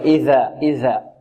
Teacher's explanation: من طرف اللسان مع أطراف الثنايا العليا · Term: الذال